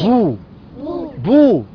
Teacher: واو مد طبيعي حركتان